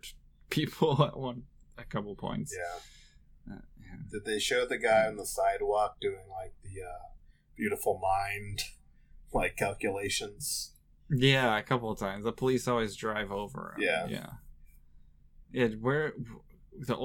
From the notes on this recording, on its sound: We apologize in advance for the audio quality of this episode.